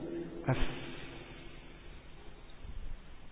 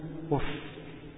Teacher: النفس بيجري وانا بنطق الفاء · Term: رخوه